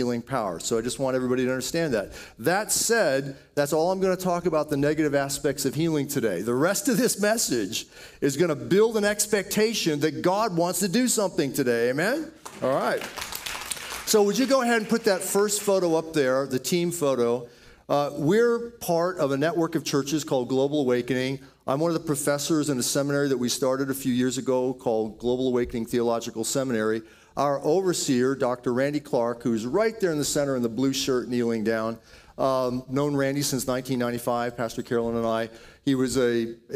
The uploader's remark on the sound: Audio Sermon from Passion Church